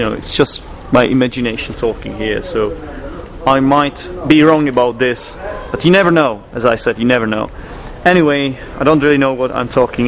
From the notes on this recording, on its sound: When crossing the English Channel on a ferry. There are 3 entries from Bristol: 2 in the middle of the Bristol Harbour Festival. The final entry is recorded from Monika's cofee shop in London.